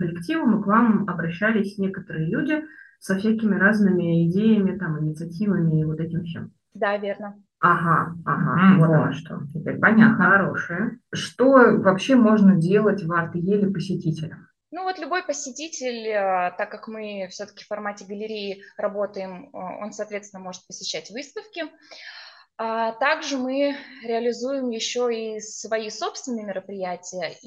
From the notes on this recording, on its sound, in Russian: в этом выпуске у нас случилась беда со звуком, и он, к сожалению, получился не лучшего качества